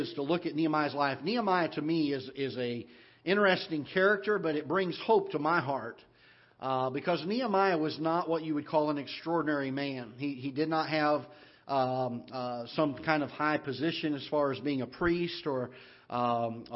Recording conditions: large echoing room